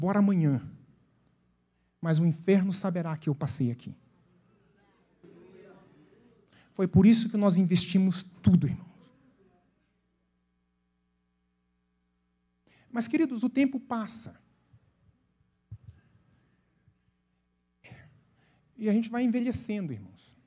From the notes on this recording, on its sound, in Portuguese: na Igreja ABA Curitiba (Transmitido ao vivo)